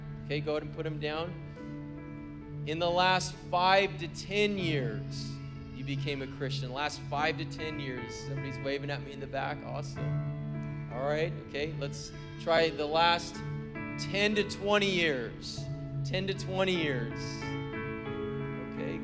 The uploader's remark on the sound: Was preached on December 24th at the 4PM service.